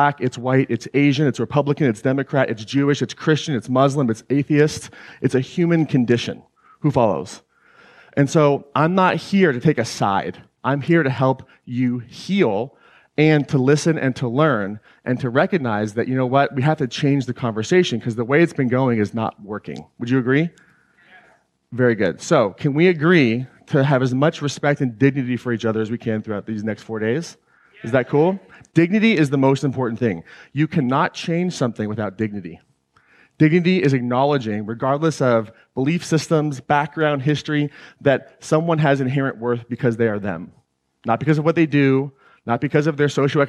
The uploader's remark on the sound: This excerpt was taken from the introduction to my 2019 Claim Your Power Live event in Atlanta, GA.